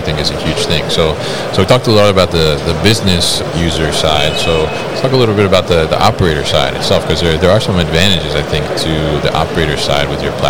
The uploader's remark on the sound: Veryable at MODEX 2022